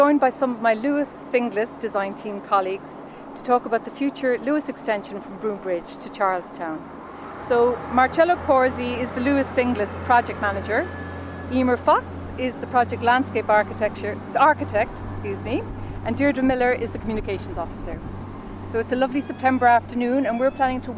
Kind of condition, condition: setting, outdoors